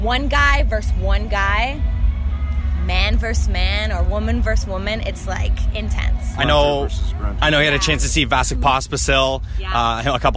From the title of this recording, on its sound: Live from Boots & Hearts